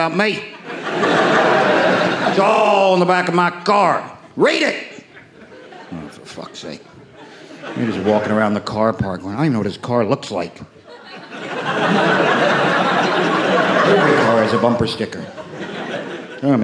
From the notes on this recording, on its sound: 3:10 to Humour Live at the Vaudeville Theatre. Recorded in London's West End at the Vaudeville Theatre.